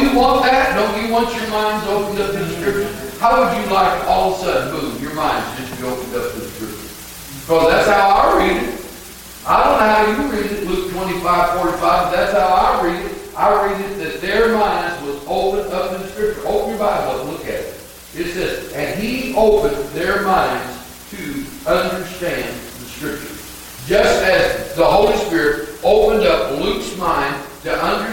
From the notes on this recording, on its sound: Audio quality not the best.